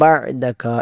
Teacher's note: ബഅദക എന്നതിലെ ഐൻ തൊണ്ടയുടെ മധ്യഭാഗത്ത് നിന്നും പുറപ്പെടേണ്ട അക്ഷരമാണ്.